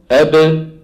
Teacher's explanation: أب. انظر كيف أن الباء تخرج بتباعد الشفتين · Term: باء مقلقلة